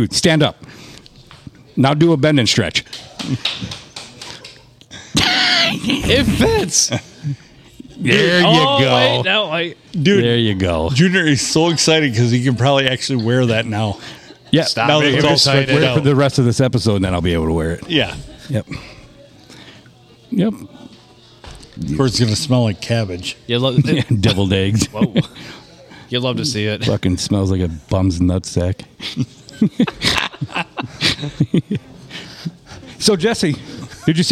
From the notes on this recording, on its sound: Recorded at the big old round table at the Blue Water Inn and Sports bar on a Monday!